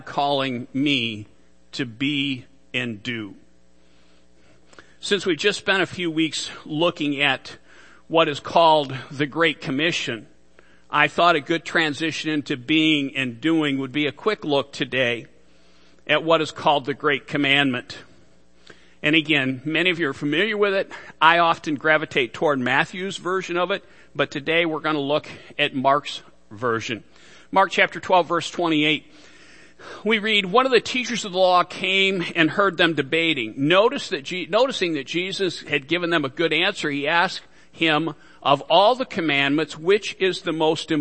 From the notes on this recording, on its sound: Worship Service - Audio.